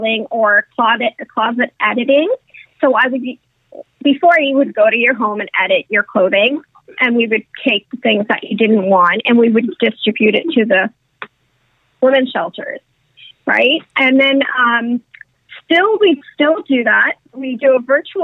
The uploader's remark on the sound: setup a conference call